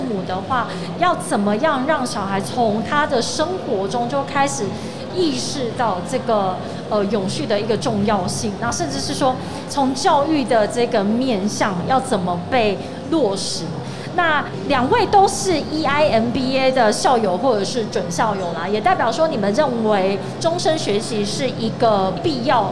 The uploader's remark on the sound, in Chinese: 2021 Energy Taiwan智慧能源週-Live Podcast。